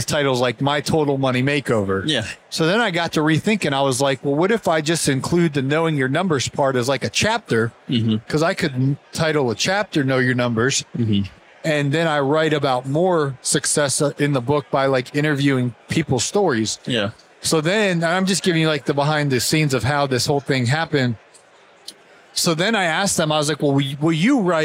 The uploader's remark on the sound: In this conversation recorded at the Huge Convention.